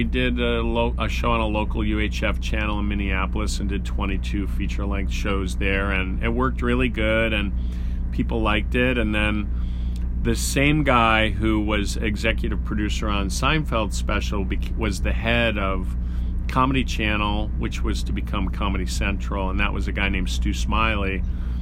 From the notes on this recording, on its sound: He spoke with us earlier this week from the tour bus